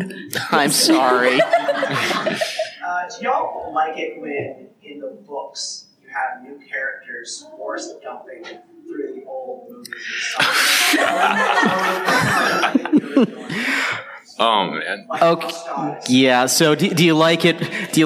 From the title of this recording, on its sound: Live at Awesome Con